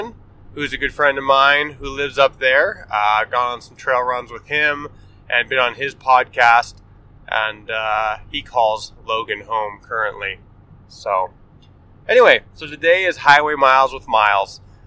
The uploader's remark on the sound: Pardon the poorer than usual audio quality as this is recorded on the fly while driving to northern Utah for a family event!